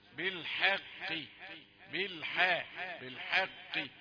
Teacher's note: القاف هي التي تكون مفخمة في آخر درجات التفخيم لأنها مكسورة. بالحق بالحاء بالحق، تقولش بالحق، لا لا تتسبب القاف في تفخيم الحاء لأن الحاء ليست من حروف التفخيم أصلا.